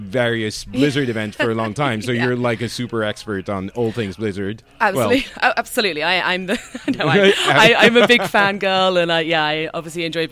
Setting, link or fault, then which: setting, busy venue